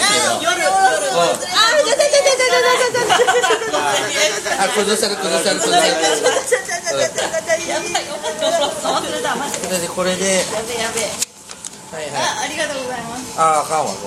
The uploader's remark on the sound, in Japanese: 四十路と三十路の二時間ほどの呑み会を、大胆にほぼほぼカットせず、まったりとだらだらと、リアルな雑音混じりの『今日くも』オフ会トーク。生々しいお開き感もお送りする２０分なので。